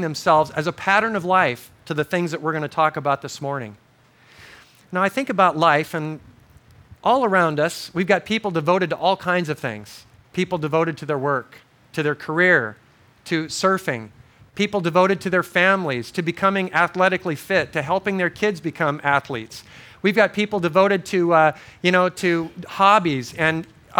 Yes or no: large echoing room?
yes